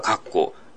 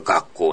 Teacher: 無声音が格好。有声音が学校なわけね。 · Term: 無声音と有声音